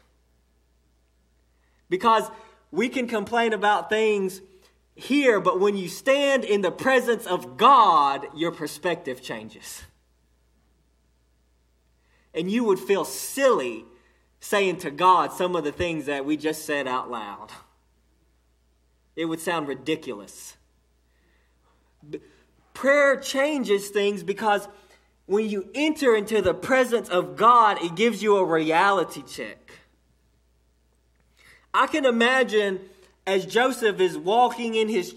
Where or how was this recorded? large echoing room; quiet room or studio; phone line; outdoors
large echoing room